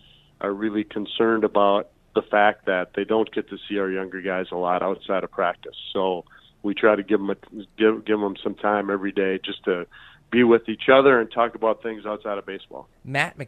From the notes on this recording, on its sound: joins us via the phone line.